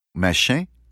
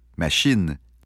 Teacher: on prononce cette voyelle de façon orale et on prononce aussi le N. · Shown in: second take